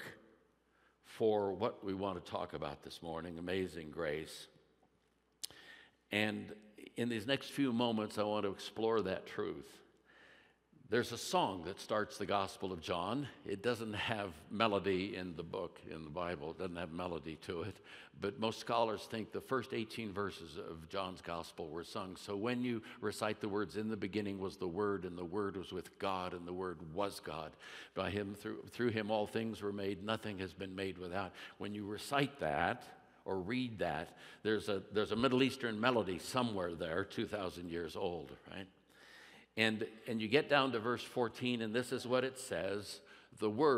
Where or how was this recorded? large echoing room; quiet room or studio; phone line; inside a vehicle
large echoing room